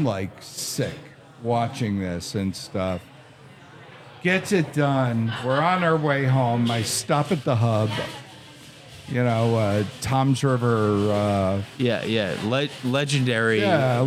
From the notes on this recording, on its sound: This episode was recorded live in the lobby of the Arrras Hotel in Asheville, NC.